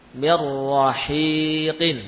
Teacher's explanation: idgham nun sukun atau tanwin yang tanpa disertai dengung, ya. Yaitu bila masuk ke dalam huruf lam dan ro, ya, tanpa dengung.